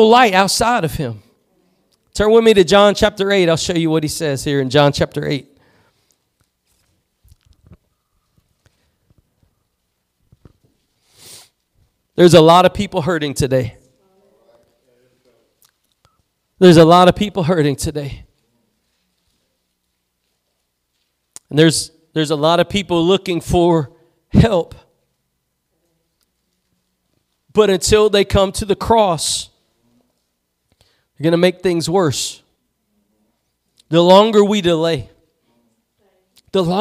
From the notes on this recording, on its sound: Preached at Gospel Lighthouse in Bossier City, La.